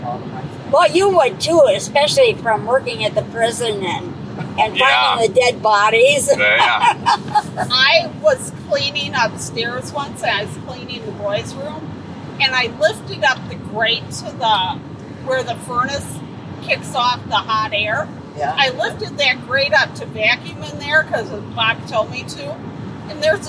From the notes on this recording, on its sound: Live from a car ride to Ho Chunk Casino